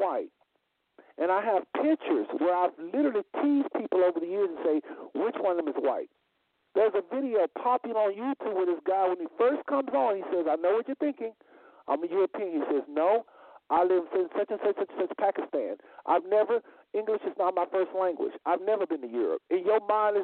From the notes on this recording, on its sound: Our callers will also weigh in to this respectful Q&A session.